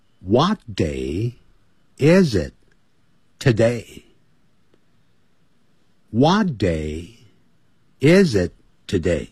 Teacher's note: 尤其是 is it 要连在一起，要发出连音。